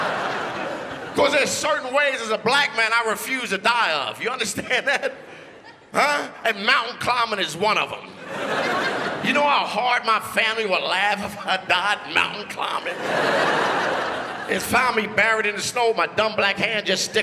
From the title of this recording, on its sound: 2012 Melbourne International Comedy Festival Gala